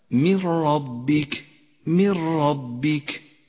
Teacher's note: النون الساكنة وبعدها حرف الراء، تسقط النون من اللفظ، ولذلك هي رمادية اللون في مصحف التجويد، وتشدد الراء التي بعدها هكذا من ربك، من ربك. · Term: الإدغام بلا غنة